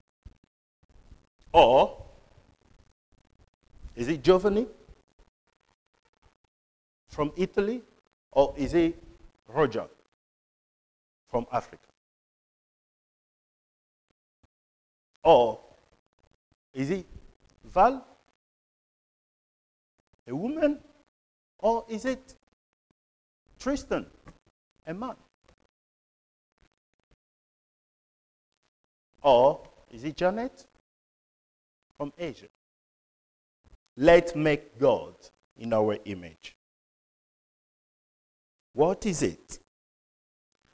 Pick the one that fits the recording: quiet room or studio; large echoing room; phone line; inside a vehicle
large echoing room